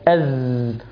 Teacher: الصوت يخرج قويا، فيه ذبذبة واهتزاز ولا يخرج معه نفس. أز، صوت قوي من غير نفس، لكن في الصاد والسين في نفس.